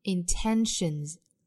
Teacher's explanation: intention 后面加 s 读浊音